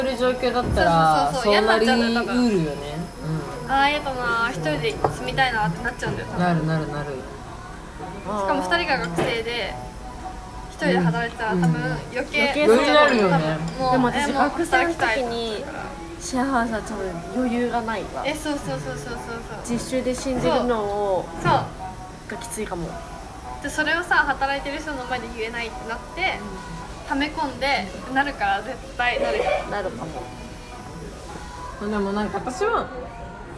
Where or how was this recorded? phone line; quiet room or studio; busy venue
busy venue